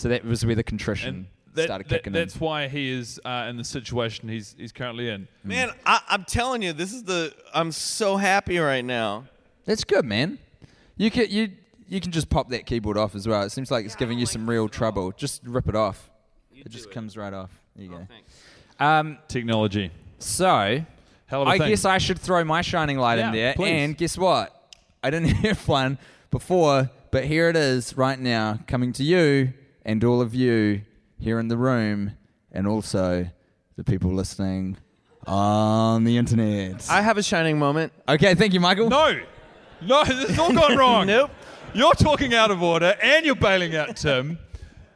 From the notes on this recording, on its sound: Recorded at the Now Hear This festival in Anaheim, California.